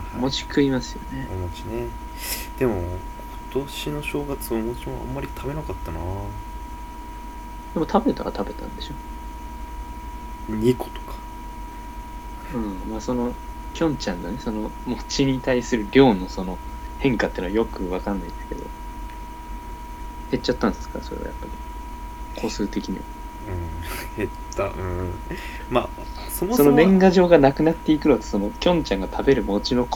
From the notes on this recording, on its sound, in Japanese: 雑音にご注意ください。